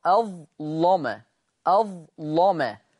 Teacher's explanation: لأنها مفتوحة ومسبوقة بياء مدية، لأنها مفتوحة ومسبوقة بياء مدية. وقرأ ورش بتغليظ اللام في أظلم، أظلم لم مش لم، لم دي كده مرققة، أنا عايز مغلظة، أظلم أظلم في الآية 114.